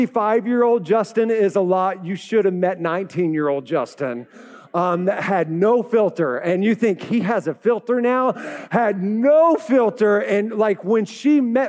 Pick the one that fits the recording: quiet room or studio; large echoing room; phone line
large echoing room